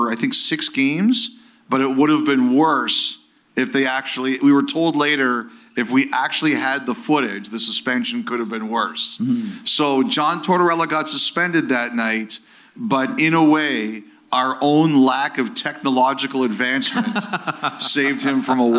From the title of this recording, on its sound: Live From Victoria